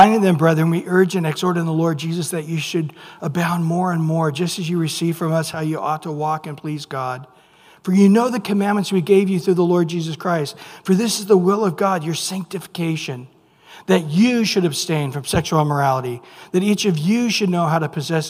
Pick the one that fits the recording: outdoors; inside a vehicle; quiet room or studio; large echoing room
large echoing room